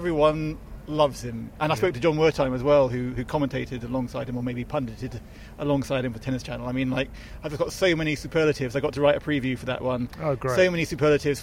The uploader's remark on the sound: Live from Wimbledon